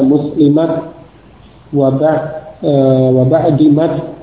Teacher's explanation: ketika waqaf ini dibaca dengan huruf ta, tidak diganti ke huruf ha